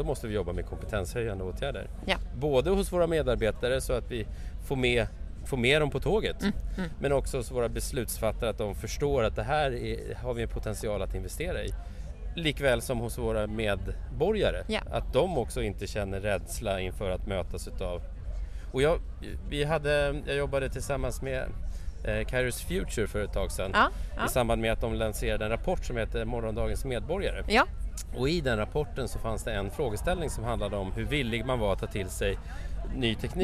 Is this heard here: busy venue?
yes